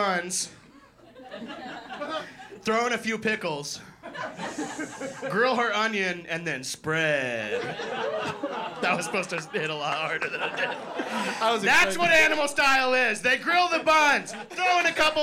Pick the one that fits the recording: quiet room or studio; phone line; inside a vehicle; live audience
live audience